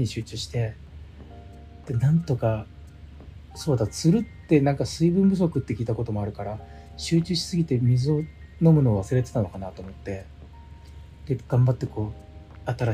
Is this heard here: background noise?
yes